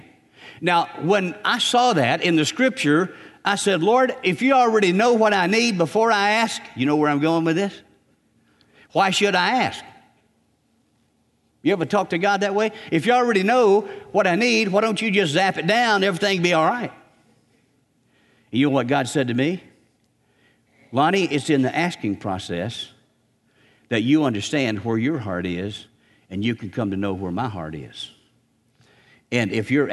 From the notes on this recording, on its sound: Recorded on May 5, 2019 at Graceland Baptist Church in New Albany, Indiana.